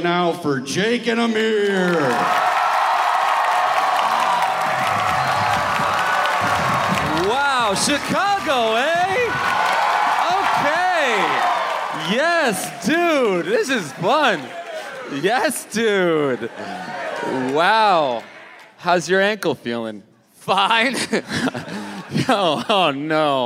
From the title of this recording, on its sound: Live in Chicago!